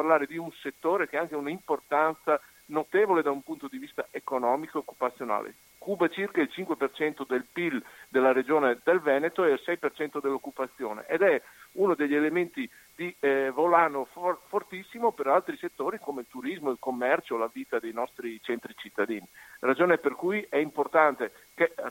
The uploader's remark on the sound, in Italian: Al telefono con noi.